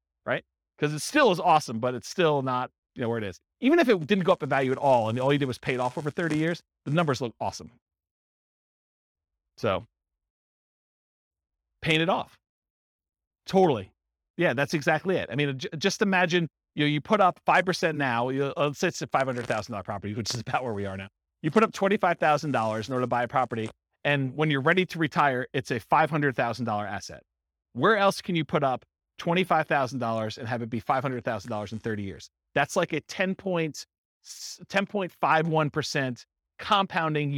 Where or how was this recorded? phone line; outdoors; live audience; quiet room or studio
live audience